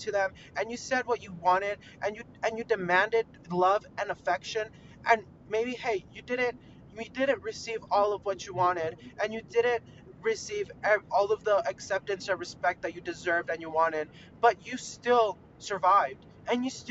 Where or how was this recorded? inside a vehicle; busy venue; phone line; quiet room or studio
inside a vehicle